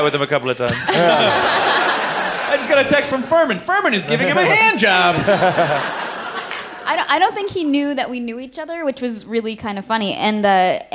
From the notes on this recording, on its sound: Special live show! We packed our ironic tshirts and trekked up to Seattle for the insanely fun Bumbershoot Festival!